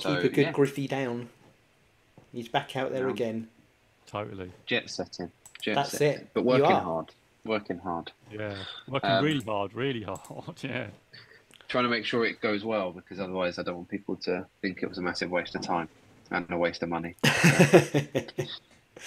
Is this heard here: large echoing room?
no